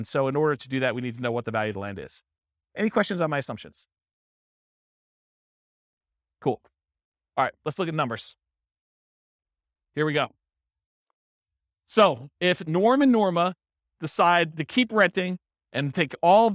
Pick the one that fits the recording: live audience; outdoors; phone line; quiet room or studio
live audience